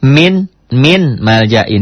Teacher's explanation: dibacanya jadi enggak min lagi, mim, double mim · Term: idgham